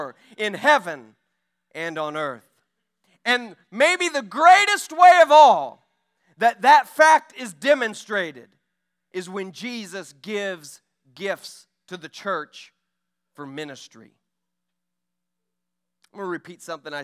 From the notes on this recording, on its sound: During our Sunday evening gathering on May 21, 2023. We are an Apostolic, Pentecostal church located in Poplar Bluff, Missouri.